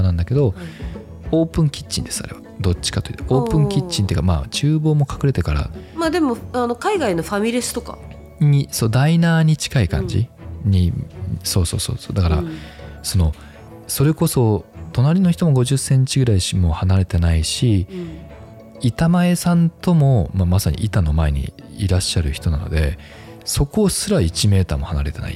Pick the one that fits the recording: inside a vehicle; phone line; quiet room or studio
quiet room or studio